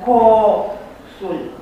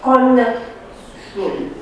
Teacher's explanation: Con este o silabă închisă, Deci, este lungă. Prin pierderea lui N înainte de S, această silabă devine deschisă, dar ea rămâne lungă pentru că se lungește vocala. · Shown in: first take · Este o lungime compensatorie.